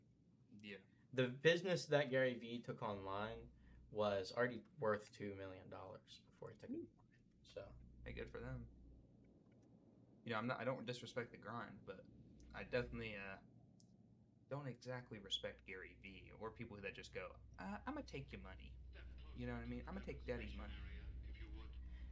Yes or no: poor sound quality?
yes